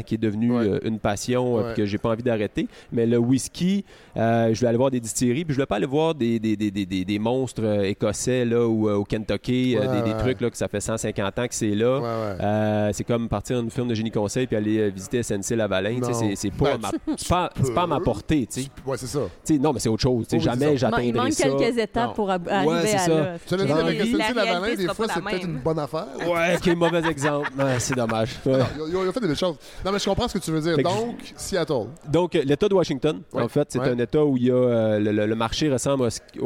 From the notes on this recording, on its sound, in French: le Mont Albert où nous avons enregistré l'épisode